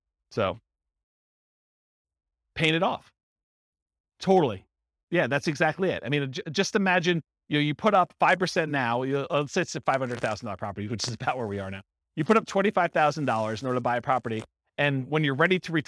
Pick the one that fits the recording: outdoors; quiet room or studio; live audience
live audience